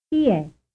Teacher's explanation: Frame 26. Plot chi è as a casual question using a stress drop intonation